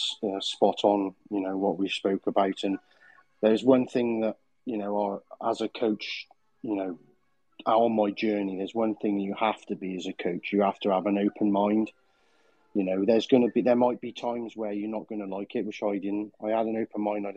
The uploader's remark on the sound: These discussions take place live as part of a Twitter space